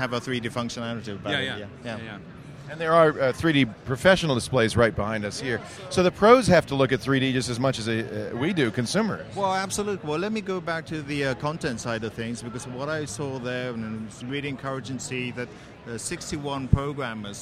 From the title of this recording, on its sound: Live from NAB